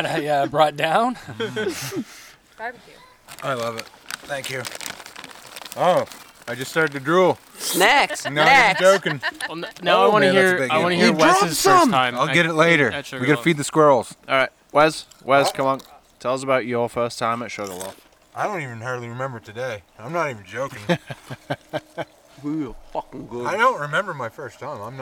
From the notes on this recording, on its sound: For one last time we are on location at Sugarloaf Bike Park, New Brunswick, for the last chair of the 2021 season. We have the entire ride crew along for a chat.